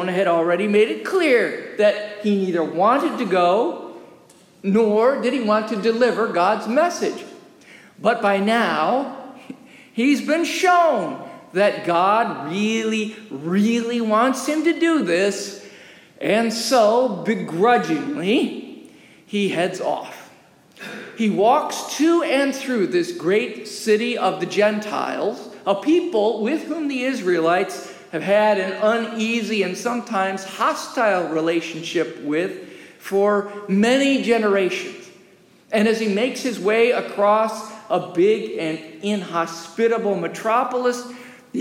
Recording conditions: large echoing room